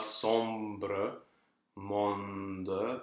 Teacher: the tongue and the lips will articulate something that sounds like a sort of a ghost M and a ghost N